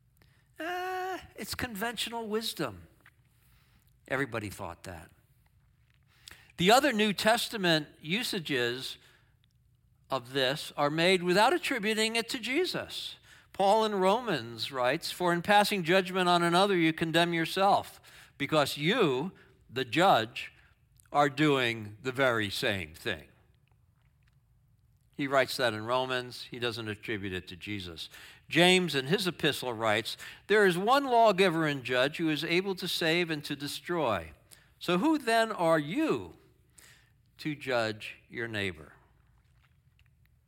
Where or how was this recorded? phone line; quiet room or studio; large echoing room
large echoing room